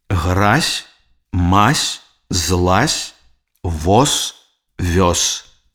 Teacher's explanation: Звонкі язычныя «з» на канцы слова аглушаюцца і вымаўляюцца як «с», «с». Гразь, мазь, злазь, воз, вёз.